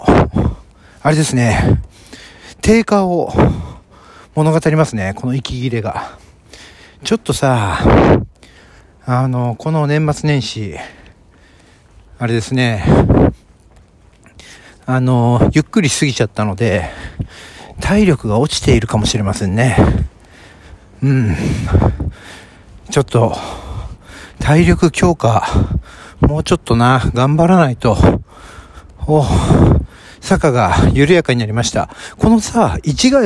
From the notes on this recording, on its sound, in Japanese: ロケトーク第3弾【市ヶ谷駅周辺】。すっかり慣れて来ました野外での収録です。人に見られた #ママさんの井戸端会議の脇を #信号待ちは危険。